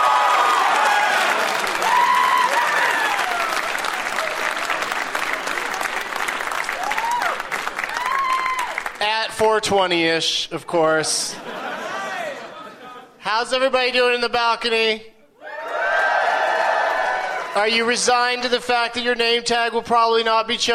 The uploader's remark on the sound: Recorded live at the Gramercy Theatre in New York, New York.